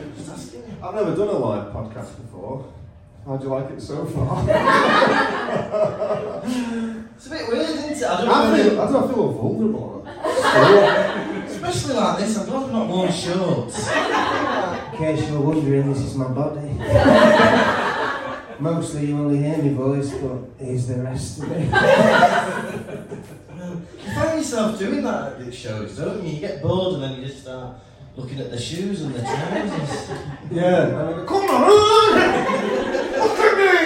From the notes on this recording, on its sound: in front of a live studio audience